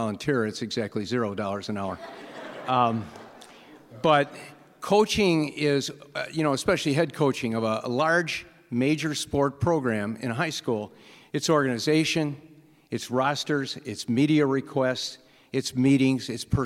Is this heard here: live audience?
yes